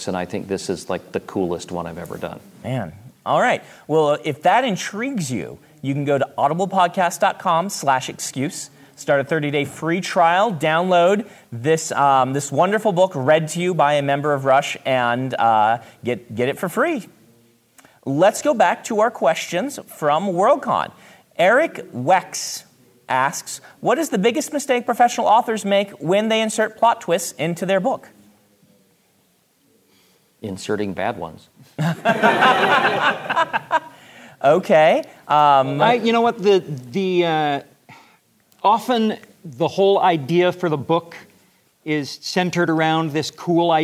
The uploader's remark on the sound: Joined us at Sasquan/WorldCon 73 to take questions about plot twists. Here are the questions that came in from our live audience.